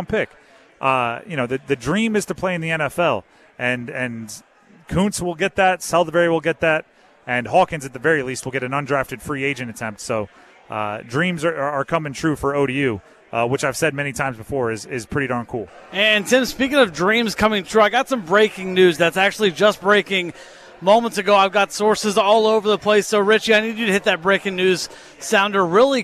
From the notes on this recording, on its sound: Live from Eagles Nest before The Draft Party.